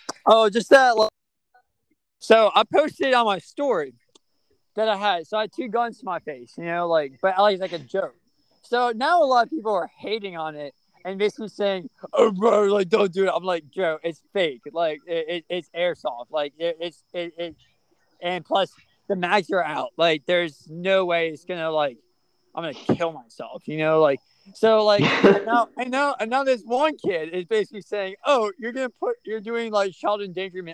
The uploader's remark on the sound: he was recording outside